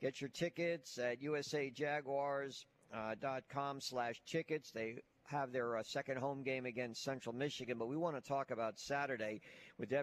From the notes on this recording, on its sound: live from Baumhower's Victory Grill